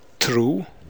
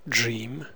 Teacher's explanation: The initial sounds in Icelandic TRU and DRAUM are different from English TRUE and DREAM. We say that TR and DR are affricated in English, rather like CH and J. · Shown in: second take · Term: Affrication of TR and DR